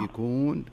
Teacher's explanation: في قوله تعالى يأفكون، يأفكون الهمزة هنا ساكنة، لكن انتبهي لا تنتقينها زيادة بحيث أنها ما تصير قلقلة، ما تقولي يأفكون إن شاء الله. يأفكون كذا تصير محكمة الهمزة ولا يكون فيها القلقلة